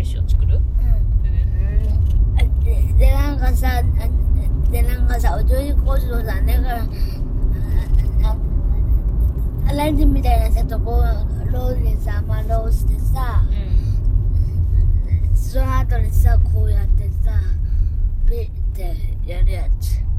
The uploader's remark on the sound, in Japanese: 今回は春休みに初めてのキッザニアへ行く／行った道中での車内収録です。最後は放送事故なので音量にお気をつけください…笑。